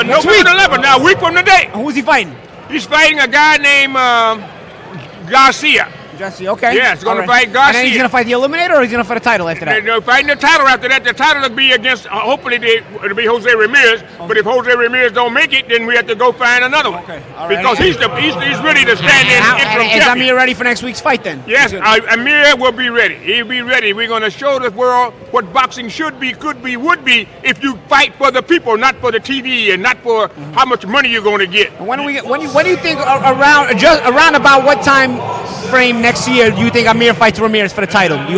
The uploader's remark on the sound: recording live from Barclay's Center in Brooklyn